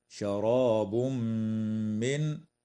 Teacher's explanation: ويدغم التنوين في الميم مع الغنة من قوله تعالى: شراب من